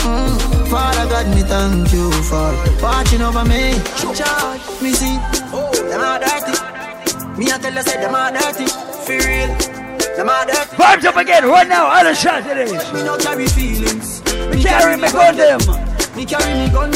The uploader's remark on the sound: Live audio from Island Saturdays on Saturday, March 31.